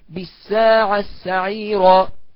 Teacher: أدي تاء بعدها سين من كلمة سهل، فده إدغام متقاربين